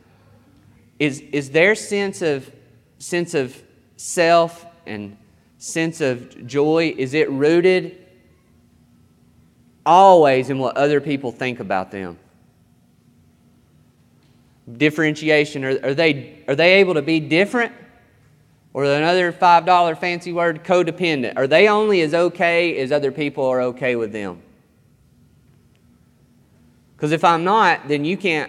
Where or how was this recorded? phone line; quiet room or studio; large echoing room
large echoing room